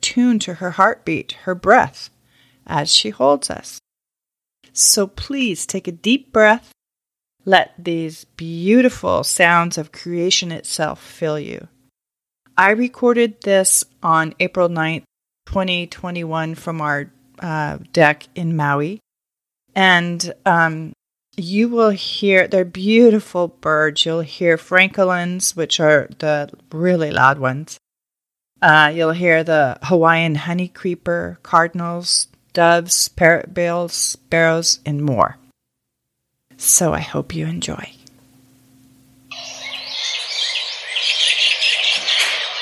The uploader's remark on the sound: A short recording of the sounds of Maui Birds.